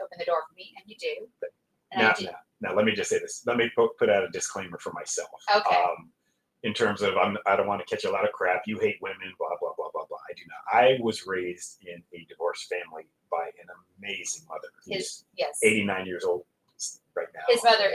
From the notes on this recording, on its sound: We apologize for any audio quality issues.